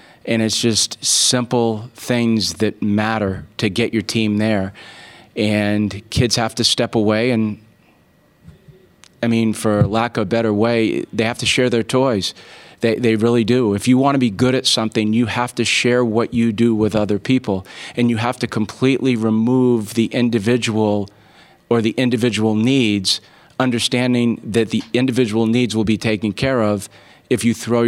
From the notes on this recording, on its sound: postgame, CWS Final press conference